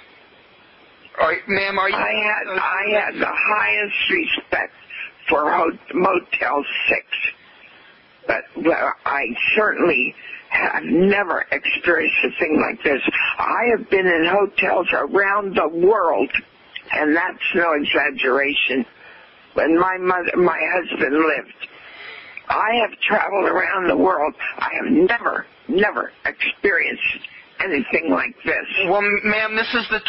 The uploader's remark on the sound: …'s Personal Prank Phone Calls Collection.